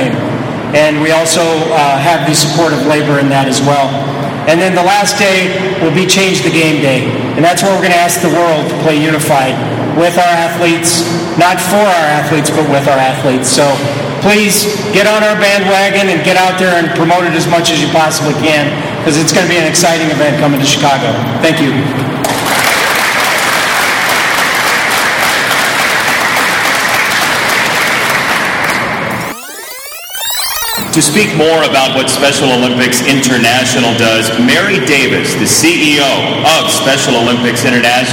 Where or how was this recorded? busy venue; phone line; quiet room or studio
busy venue